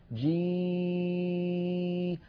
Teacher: كذلك الياء، الياء عندما نقول مثلا وجيء يومئذ بجهنم، وجيء يوم، هذه الياء انظروا جي، هل تلاحظون بأن صوت الياء لا يوجد في طريقه جزء من أجزاء الفم